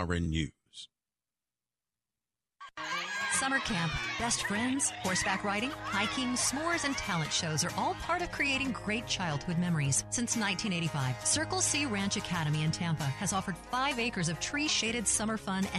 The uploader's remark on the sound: broadcasting Live from the National Religious Broadcasters Convention in Orlando